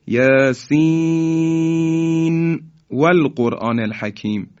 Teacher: در سوره های یاسین و قلم در صورت وصل حرف مقطعه اول سوره به آیه بعد نون ساکنه در واو اظهار میشه، دیگه ما ادغام نمی کنیم.